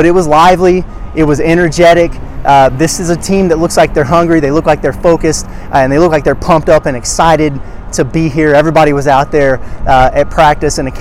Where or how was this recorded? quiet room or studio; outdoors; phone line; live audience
outdoors